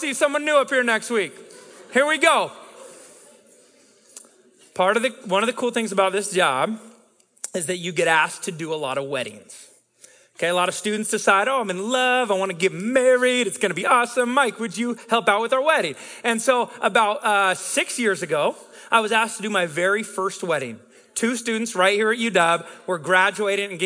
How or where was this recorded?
live audience